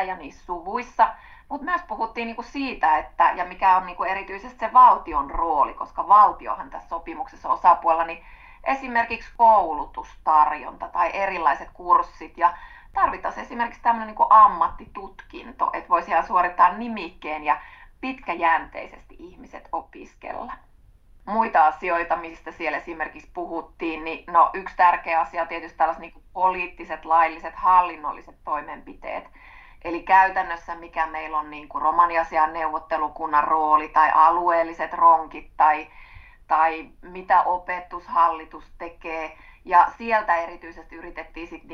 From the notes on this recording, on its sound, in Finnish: … etähaastattelussa.